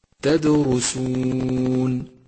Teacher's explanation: خامسا، ميز بين اللونين الأزرقين في كلمة تدرسون، تدرسون، فالأول أزرق فاتح يرمز لصفة القلقلة لحرف الدال، والثاني أزرق غامق يرمز في مصحف التجويد للراء المفخمة، وقد فخمت في هذا الموضع لأنها مضمومة